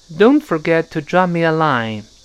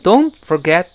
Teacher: don't 那个 T 一定要失去爆破。Don't forget, forget 那个 T 也失去爆破了。因为这两个 T 后面都碰，都，都碰到其他的辅音了。那我们读一下这个，这几个字。Don't forget to draw me a line. Don't forget